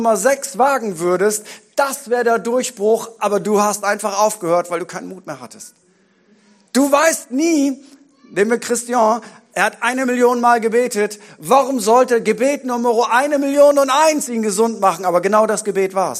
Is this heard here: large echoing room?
yes